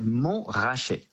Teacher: in French, we do not pronounce the T, we say Mont-rasé.